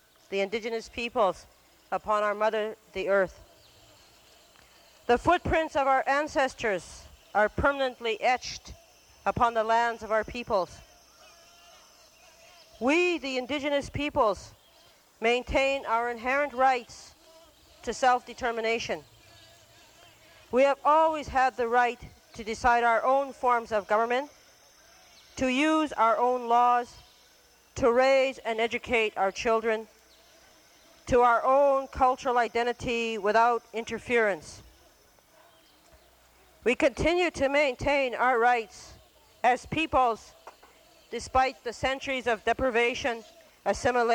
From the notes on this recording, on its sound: Recorded live in the Amazon Jungle in Brazil in 1992 at the First World Conference of Indigenous Peoples.